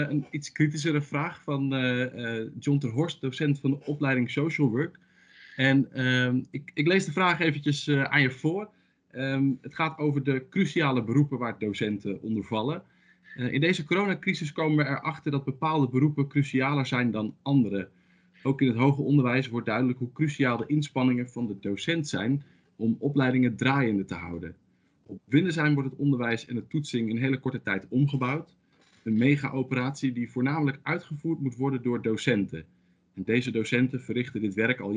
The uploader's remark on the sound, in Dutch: Omdat ook wij vanwege de coronamaatregelen niet de campus van Windesheim op kunnen, is deze aflevering opgenomen via Microsoft Teams in plaats van in de C-kantine van Windesheim.